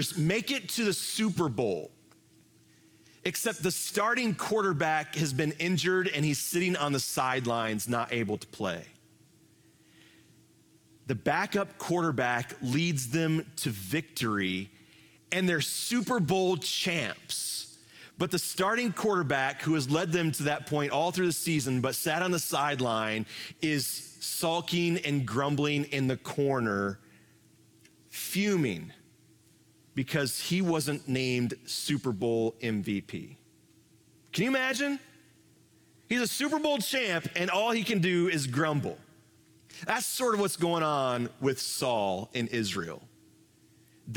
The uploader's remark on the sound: Live from our Celebration Ministry Center